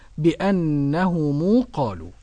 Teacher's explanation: يقرأ أبو جعفر بصلة الميم بواو